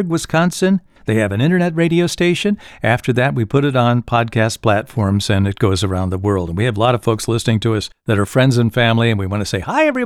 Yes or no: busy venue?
no